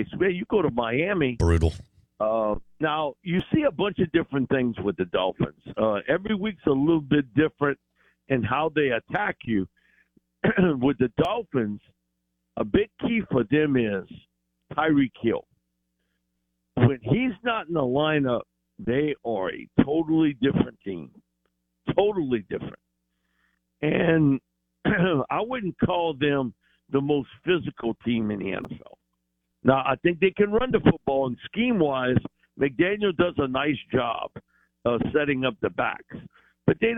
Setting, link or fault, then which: link, phone line